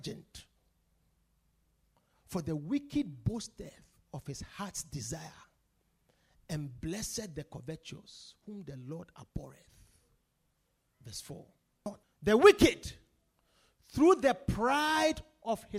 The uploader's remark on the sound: Preached at The Victory Secrets Service.